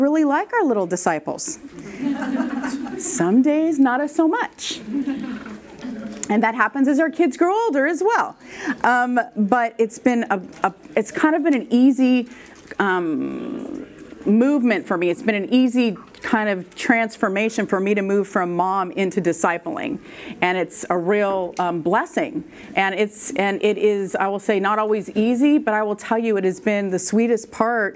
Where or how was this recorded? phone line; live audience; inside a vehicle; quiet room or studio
live audience